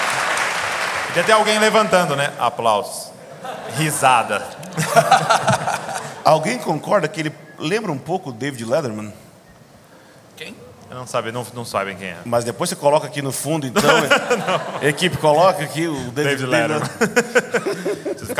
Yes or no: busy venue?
yes